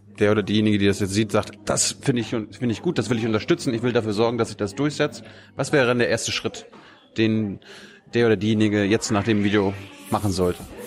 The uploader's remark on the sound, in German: in der Berliner Buchhandlung Ocelot aufgezeichnet